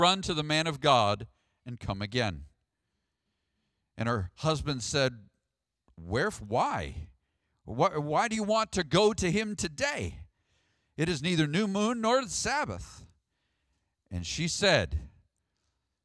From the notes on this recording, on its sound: Sermon audio from the March 3rd, worship service.